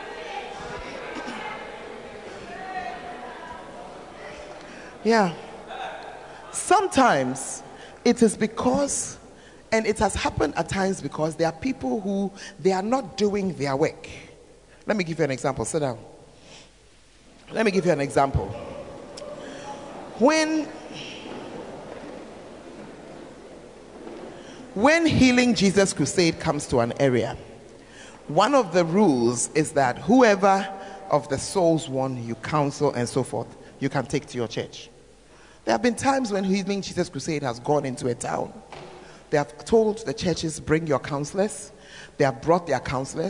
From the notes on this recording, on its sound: Preached At The 12 Foundations Of The Bacenta Camp